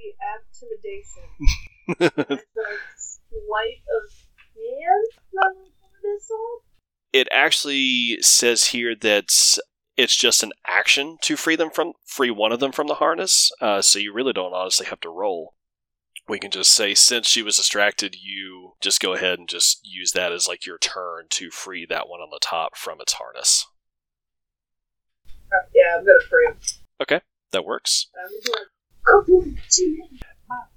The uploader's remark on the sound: The audio in the premiere episode is bad quality